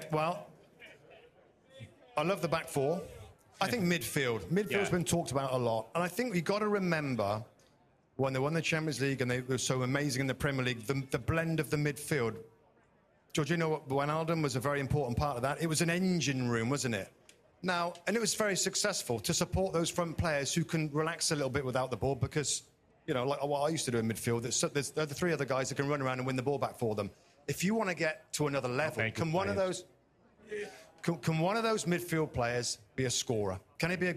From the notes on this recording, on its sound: Take questions from a live audience in Los Angeles as they wrap up NBC's coverage of the Premier League Mornings Live Fan Fest from Los Angeles.